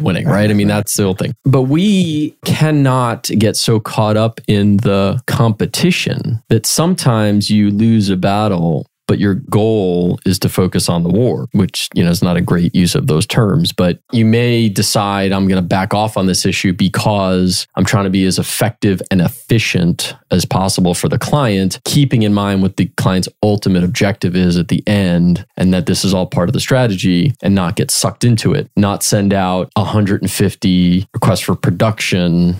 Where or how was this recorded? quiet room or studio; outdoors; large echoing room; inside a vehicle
quiet room or studio